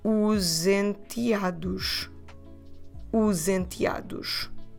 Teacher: We have os ending at s and enteados starting with e, which is a vowel. So we can run these two words together with a z sound.